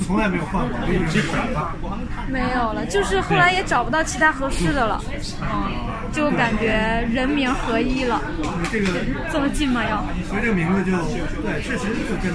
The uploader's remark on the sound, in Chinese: 由于采访不分场合，录制颇为即兴，音质效果敬请各位听众谅解！